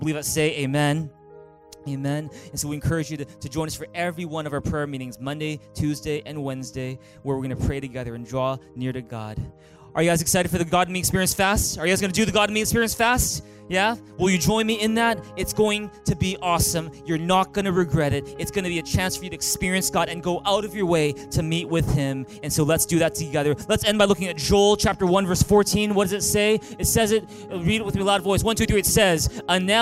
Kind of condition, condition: setting, large echoing room